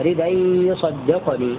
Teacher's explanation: بنقل حركة الهمزة إلى الدال الساكنة وحذف الهمزة فيه